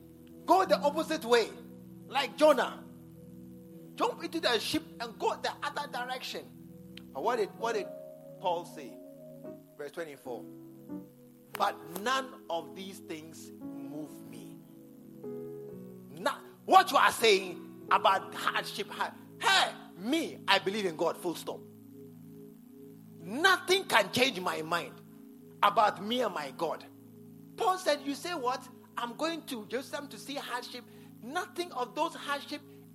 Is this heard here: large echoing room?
yes